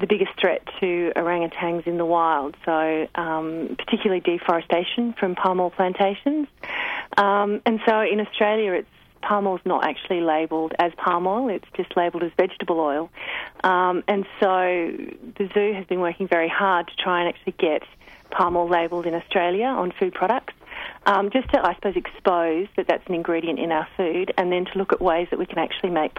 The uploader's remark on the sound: Over the phone. In the studio.